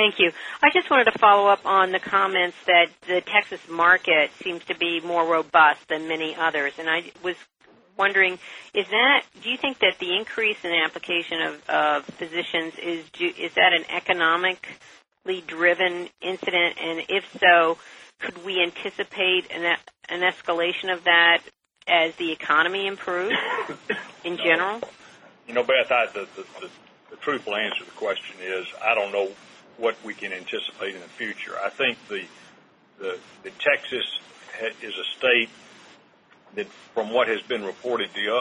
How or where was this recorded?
phone line